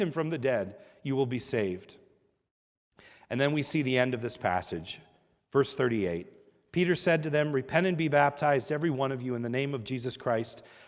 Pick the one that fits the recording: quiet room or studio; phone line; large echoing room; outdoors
large echoing room